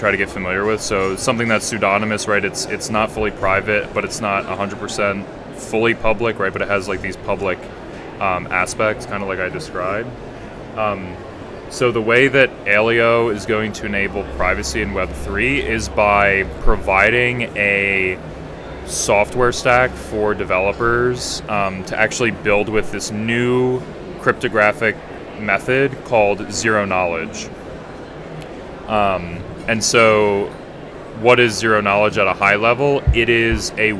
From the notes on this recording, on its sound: LIVE ON THE SHOWFLOOR at VIVA TECH 2022. Unfortunately, this conversation was cut short.